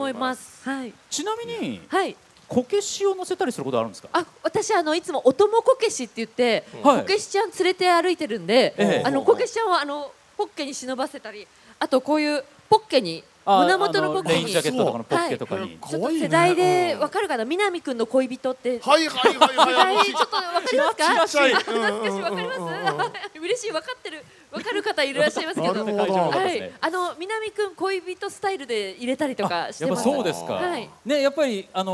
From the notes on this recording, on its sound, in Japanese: 公開収録の模様をオンエア。ゴールデンウイークに東京・豊洲で行った公開録音の模様をお送りしました。